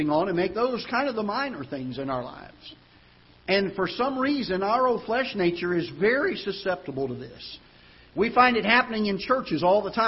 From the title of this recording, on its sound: Ketha Heights Baptist Church ~ Live Broadcast